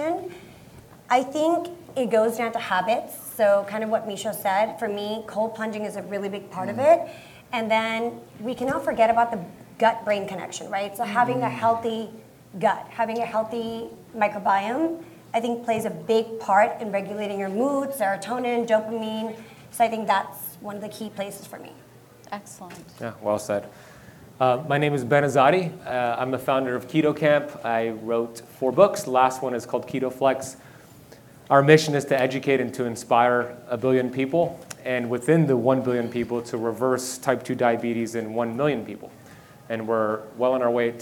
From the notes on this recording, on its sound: LIVE Panel Discussion From BioHacking Congress. I shared my live keynote lecture from a recent event in Miami, Florida called Biohacking Congress.